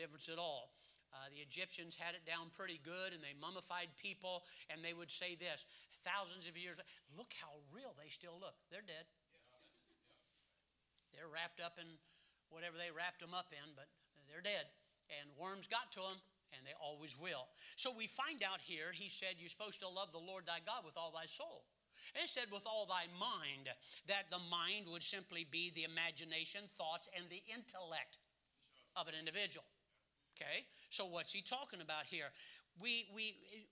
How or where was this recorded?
large echoing room